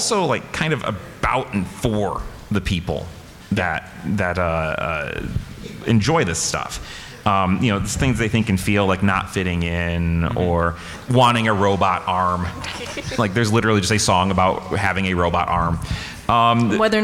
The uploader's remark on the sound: Serious Fun returns with another slate of live episodes from the 2023 Brown County Library Pop-Con! In front a live audience!